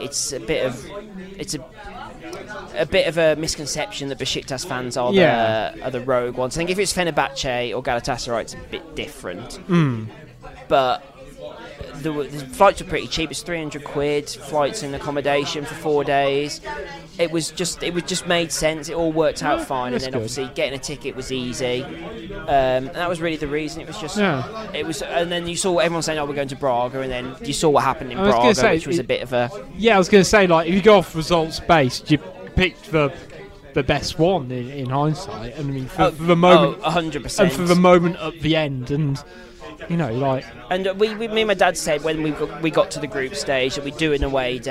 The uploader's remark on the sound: Recorded at the Lych Gate Tavern in Wolverhampton